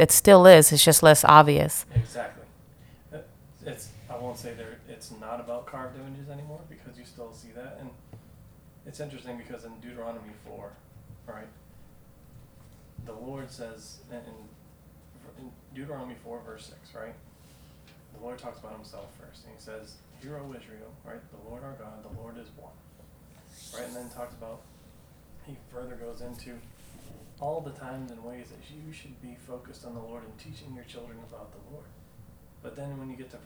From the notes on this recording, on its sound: this message's audio has been affected due to glitch in our new recording equipment